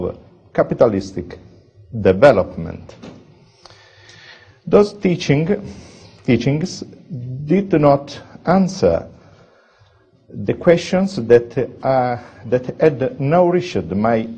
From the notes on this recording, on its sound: Hayek Memorial Lecture. From the 2008 Austrian Scholars Conference at the Mises Institute; Auburn, Alabama.